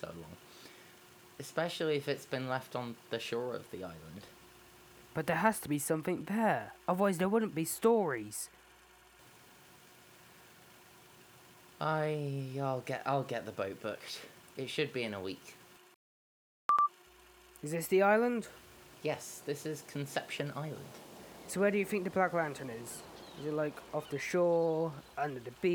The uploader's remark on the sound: Whiles uploading the audio the sound came out quieter then the audio file for some reason and i'm no able to fix it, sorry for any inconveniences.